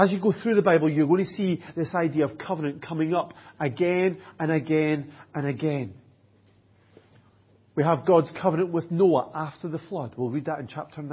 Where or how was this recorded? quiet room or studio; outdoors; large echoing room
large echoing room